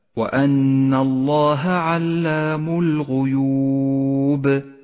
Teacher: فلا بد من قلقلة الباء مع أنها مكسورة، ولكنك لما وقفت عليها صارت ساكنة سكونا عارضا، ولذلك عاملها وكأنها ساكنة فقلقلها، أي هكذا: وأن الله علام الغيوب.